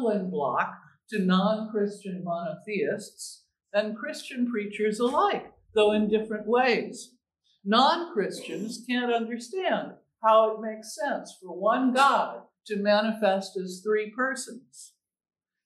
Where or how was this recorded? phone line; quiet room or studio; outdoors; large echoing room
large echoing room